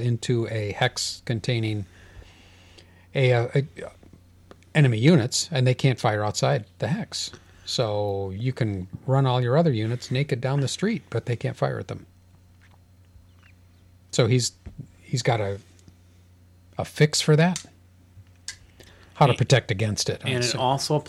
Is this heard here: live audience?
no